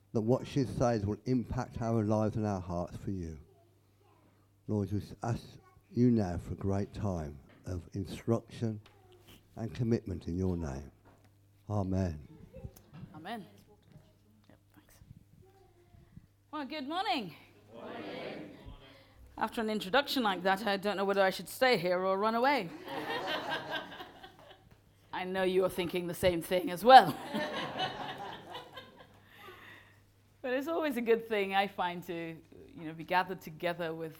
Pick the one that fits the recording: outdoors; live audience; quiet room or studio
live audience